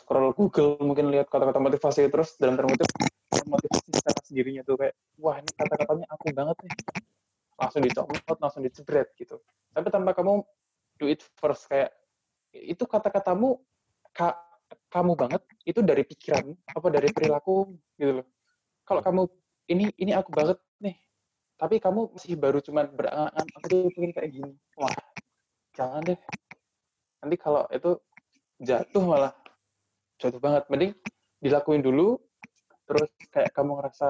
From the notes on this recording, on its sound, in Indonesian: Mohon maaf atas ketidaknyamanan audio (sudah sebisa mungkin diselamatkan, tapi ini hasil paling maksimal).